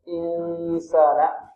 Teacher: نون ساكنة بعدها سين حكمها الإخفاء، ويخرج الطالب الصوت أو أكثر الصوت من الخيشوم.